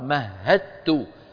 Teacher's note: مهدت، لم ينطق الدال، وهكذا هو الصواب، لأن الدال سكنت مهد وبعدها تاء، فإذا سكنت الدال وبعدها تاء وهما من المخرج نفسه فندغم الدال في التاء فيصير النطق بتاء مشددة. مهدت، لا يبقى للدال أثر